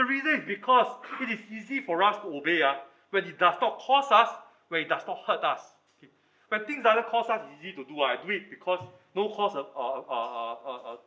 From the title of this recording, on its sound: Recorded Live